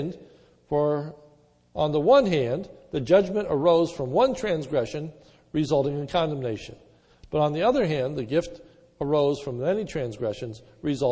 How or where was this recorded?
large echoing room